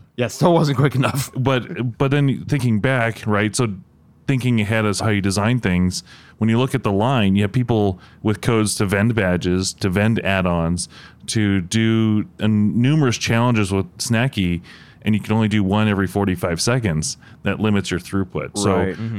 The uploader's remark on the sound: This special episode is recorded at DEF CON, the annual hacker community gathering in Las Vegas.